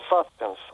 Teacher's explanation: Хотя, в отличие от других вот, слов этой категории, ударение на первом слоге здесь уже утвердилось